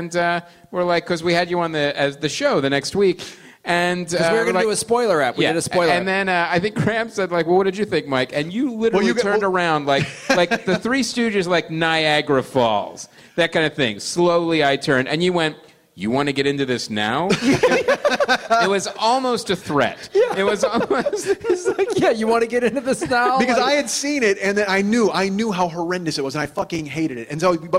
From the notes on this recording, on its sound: Live in San Diego. Live at the American Comedy Company.